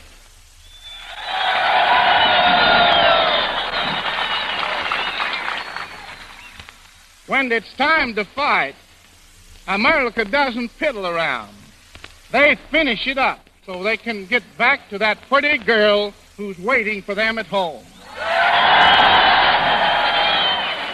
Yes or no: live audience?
yes